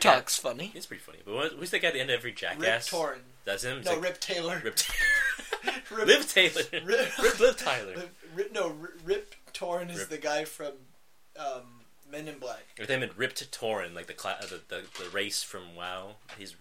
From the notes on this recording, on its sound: The audio was shit